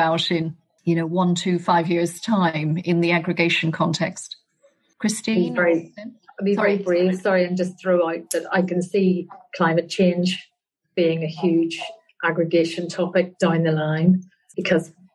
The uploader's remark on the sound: a recording of a virtual panel discussion hosted by Fountain Court in July 2021